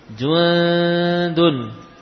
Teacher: nun tidak lagi nempel pada gusi ujung lidahnya · Term: nun yang samar